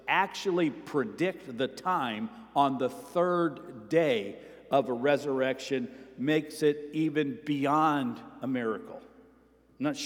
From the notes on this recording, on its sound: Sermon preached at Avondale Baptist Church